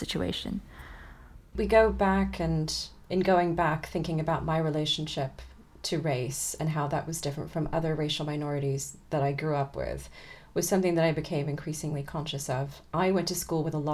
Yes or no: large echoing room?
no